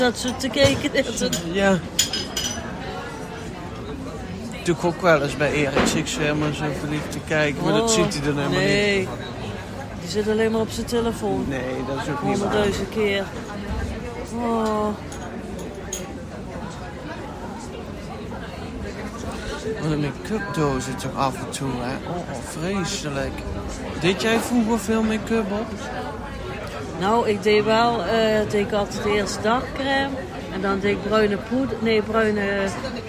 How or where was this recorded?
busy venue